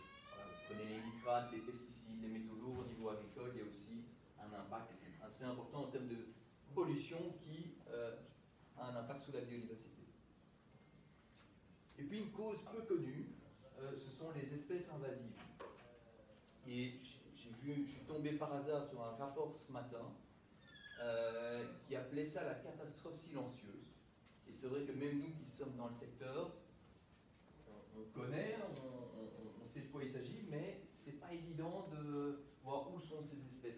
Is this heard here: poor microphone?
yes